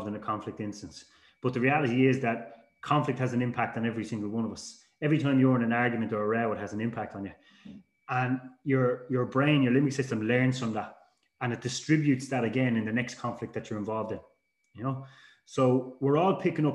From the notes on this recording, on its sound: This week we have a recording of a webinar. There is also a short Q&A session at the end with a number of industry related questions.